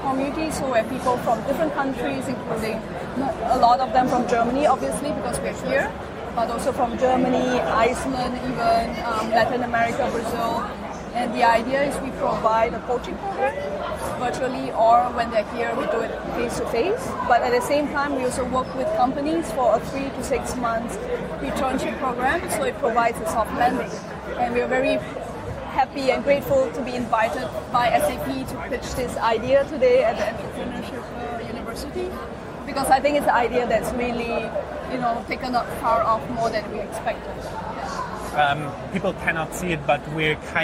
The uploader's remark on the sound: The video interview was recorded at SAP next-gen stage at Entrepreneur University in Wiesbaden, Germany. Thank you to SAP Next-Gen for providing us space.